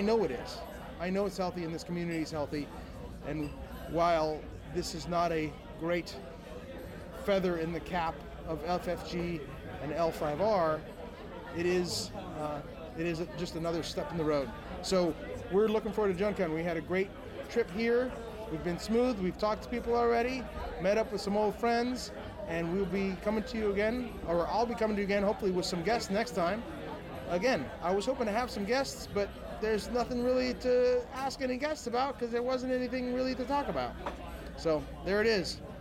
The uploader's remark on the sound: GenCon 2019 - FFG Inflight Report. The sound quality may vary based on noise levels.